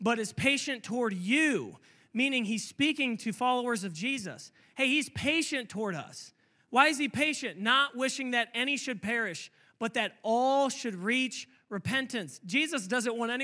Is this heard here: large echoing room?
yes